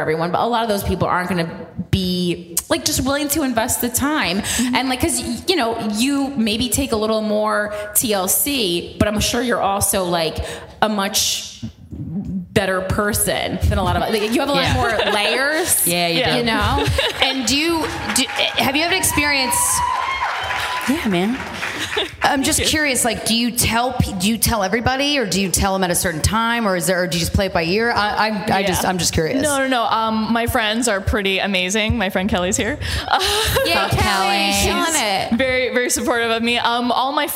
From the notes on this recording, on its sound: Live from Chicago. Live episode. Bring to the stage listeners.